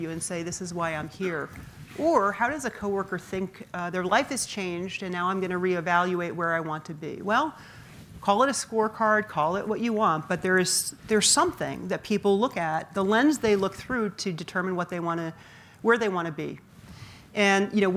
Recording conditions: live audience